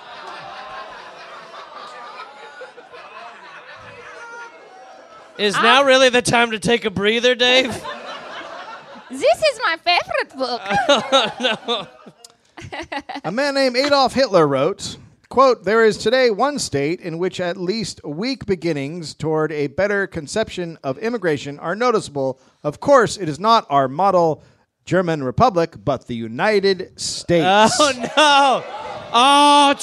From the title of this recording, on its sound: Live in Los Angeles